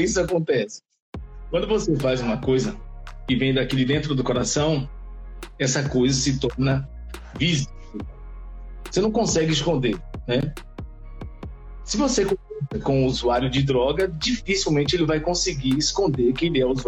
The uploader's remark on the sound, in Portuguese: Os episódios são gravados em lives do Instagram